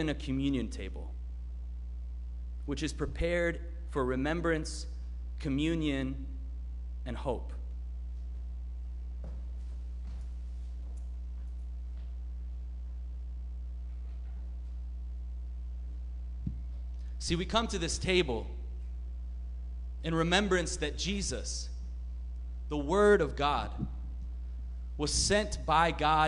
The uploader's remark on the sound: Sermon preached at RCHP on January 2, 2022.